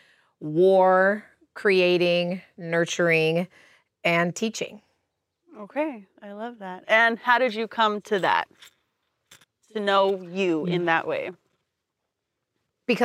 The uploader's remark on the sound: This episode is a video episode that switches to an audio episode due to technical difficulties that come with recording in the outdoors.